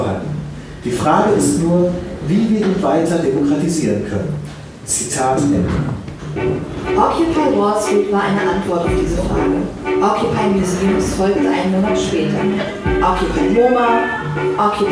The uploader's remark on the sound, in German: Mitschnitt der BQV-Performance "Creatives Like Us" von andcompany&Co.